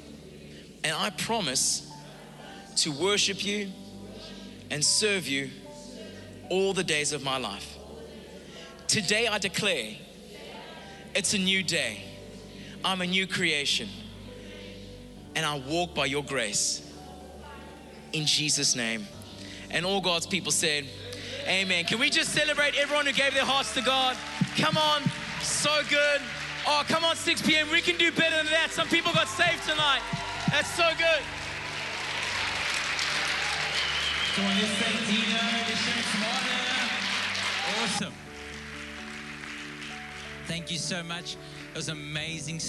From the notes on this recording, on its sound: Recorded live on Sunday the 1st May 2022